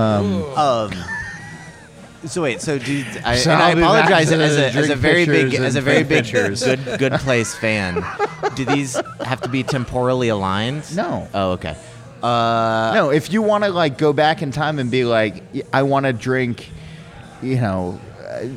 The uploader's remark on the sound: We recorded this in the taproom over a pitcher of pilsner